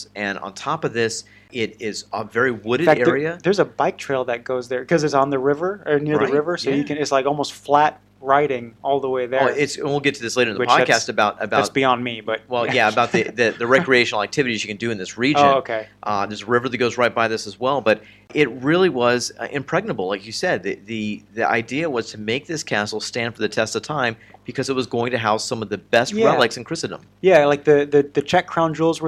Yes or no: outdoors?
no